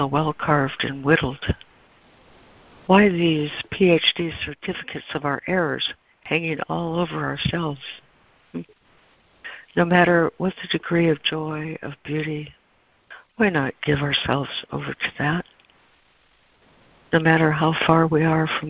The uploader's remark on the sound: ACIM Daily Conference Call